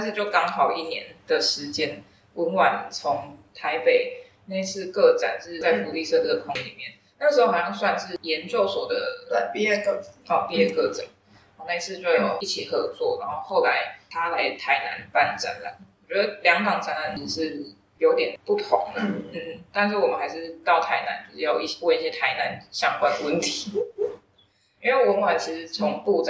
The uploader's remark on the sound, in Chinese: 前面2分鐘麥克風放錯位子音質不佳請見諒